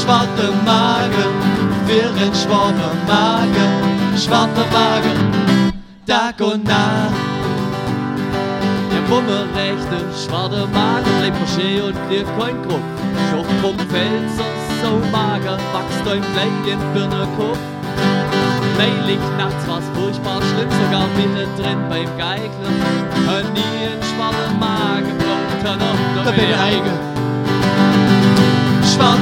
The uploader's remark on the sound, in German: live en dr Mini Music Bar en Leonberg